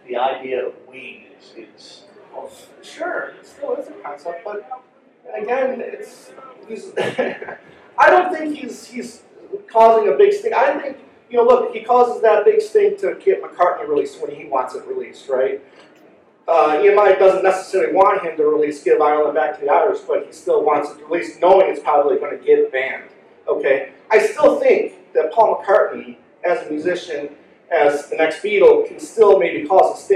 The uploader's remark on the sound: Live from the NY Fest for … Fans. In the Palisades Ballroom at the Hyatt Regency on the Hudson in Jersey City, NJ, Talk More Talk revisits the year 1973 in front of a live audience.